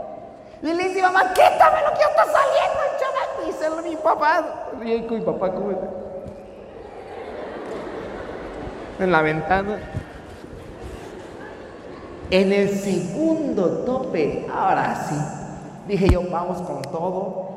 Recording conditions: large echoing room